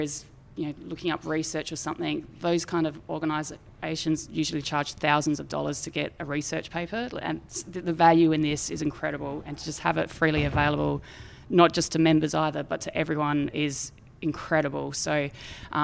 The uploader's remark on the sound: This is a special live edition of Radio Brews News. During the recent Sydney Beer Week the Independent Brewers Association hosted a discussion panel.